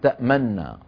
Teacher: فسكنت النون الأولى لا من أجل الجزم وإنما للإدغام، فقلنا سكنت ثم أدغمت فصارت تأمننا، انتبهنا كيف؟